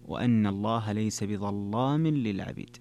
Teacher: قال وأن الله ليس بظلام للعبيد، وغلظ ورش فتح لام لصادها أو الضاء أو للطاء. إذن قوله بظلام، اللام هنا مغلظة وهي في أصلها أنها مرققة · Term: تغليظ اللام